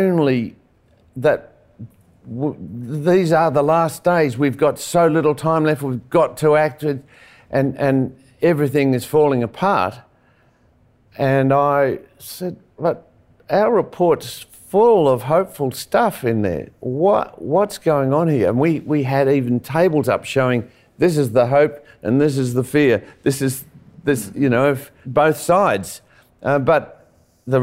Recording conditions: live audience